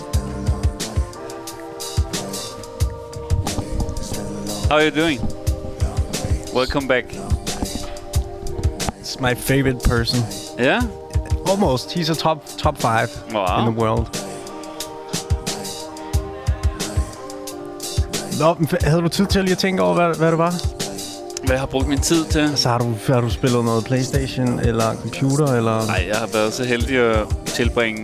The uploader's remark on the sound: Dørene åbner for første gang efter Lockdown & vi sendte live fra Salen.